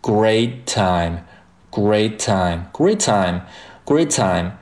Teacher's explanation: 所以说我们把前面那个 t 去掉，直接连在一起